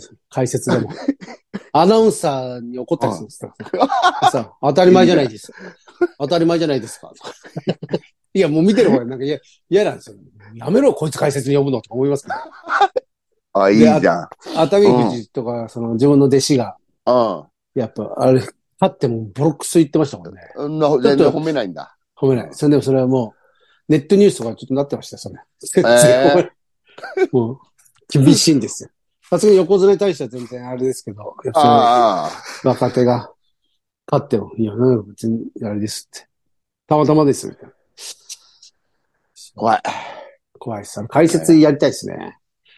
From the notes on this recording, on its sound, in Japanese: ZOOMで収録。